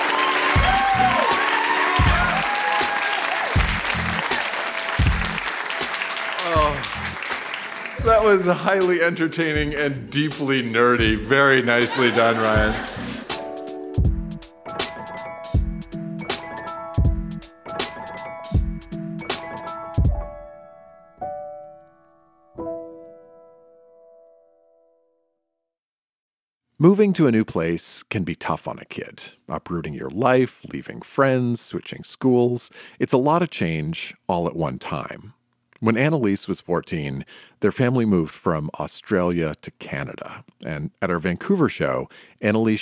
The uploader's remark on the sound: Recorded live at The York Theatre in Vancouver, in partnership with ONE TO ONE, a children’s literacy program.